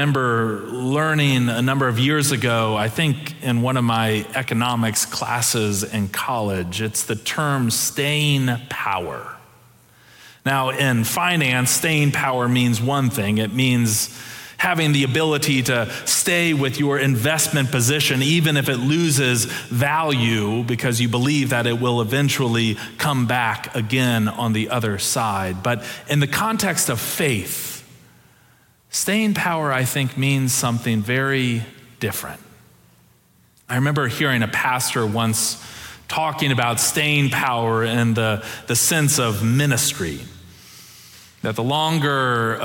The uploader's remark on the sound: Preached October 30, 2022 in our Kirkin' o' the Tartans worship services.